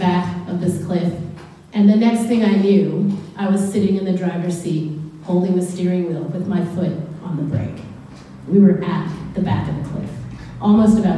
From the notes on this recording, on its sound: Recorded live at BackDock Arts. The Story Chunder is a regulare event at Brisbane's BackDock Arts where storytellers share unbelievably true stories from their lives.